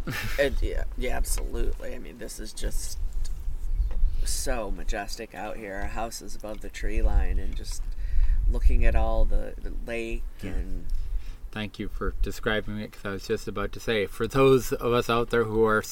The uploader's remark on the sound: This episode we record out on our quarterdeck on the first nice day we have seen lately.